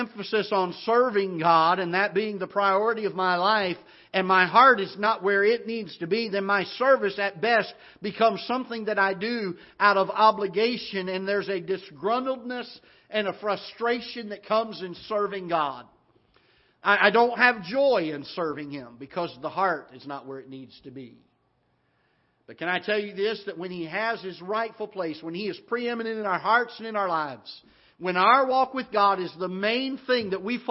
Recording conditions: large echoing room